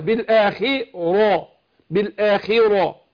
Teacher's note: هو أنت جبت الخاء بس خدت معاها الراء ورققتها. لا هي مفخمة